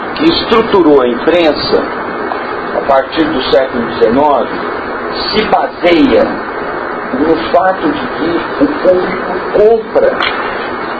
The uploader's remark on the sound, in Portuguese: a captação do nosso áudio ficou um tanto prejudicada (suponho que a culpa seja da ventoinha do projetor, mas também a qualidade do meu gravadorzinho)